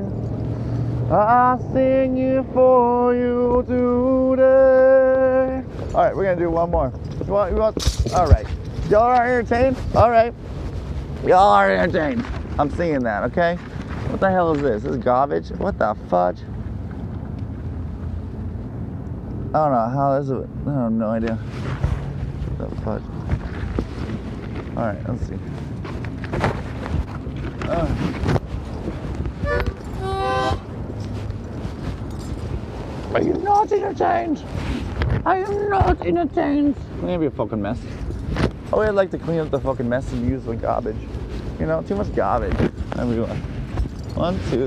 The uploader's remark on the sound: Outside a Target, Chick-fil-A, & Starbucks